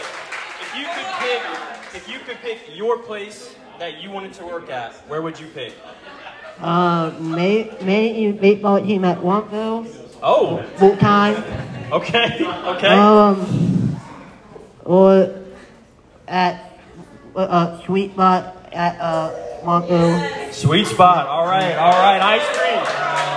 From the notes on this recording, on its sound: We recorded this episode in front of a live-studio audience. High School Graduation party.